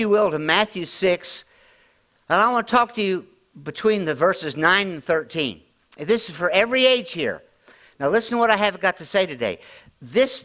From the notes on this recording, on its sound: at Grace Church in Chester Illinois